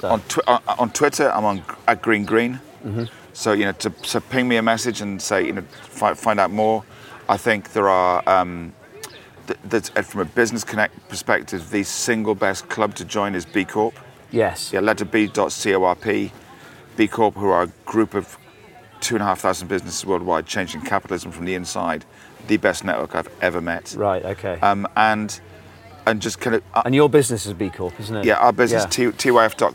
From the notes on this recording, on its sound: It's the second batch of recordings that I made at The DO Lectures in West Wales in July 2017.